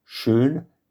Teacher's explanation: une voyelle longue et fermée, E, le même E qu'on a dans heureux